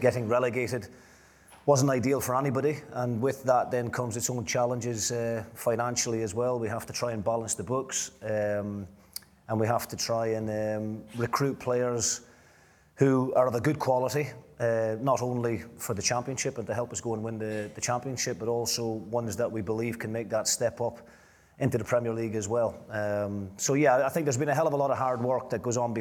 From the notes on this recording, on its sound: A live Q & A event. At DC Thomson HQ in Dundee.